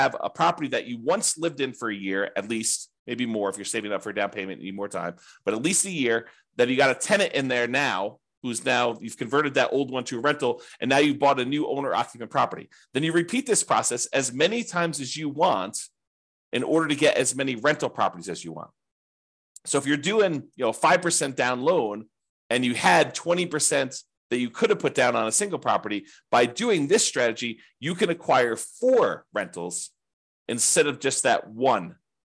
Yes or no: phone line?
no